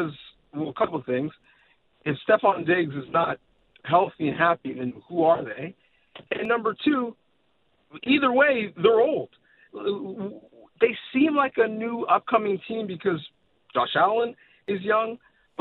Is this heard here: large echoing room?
no